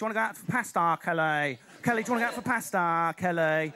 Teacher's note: we've got all of the round, moronic vowels of London, but with a horrible, clipped, camp precision at the end of the word · Term: Essex accent